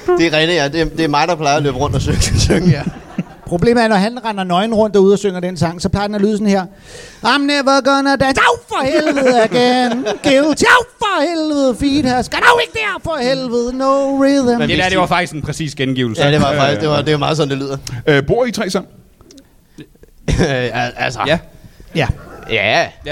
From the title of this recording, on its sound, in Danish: LIVE fra Rib House i Slagelse